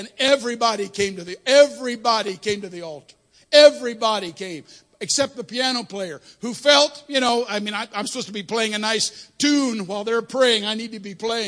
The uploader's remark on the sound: Sunday Morning Service. 45th Anniversary Weekend.